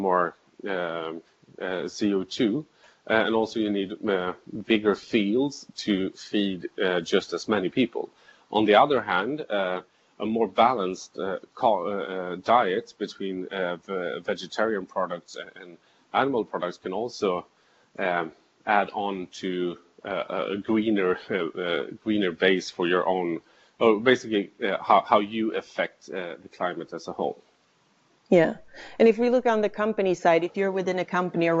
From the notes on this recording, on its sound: through skype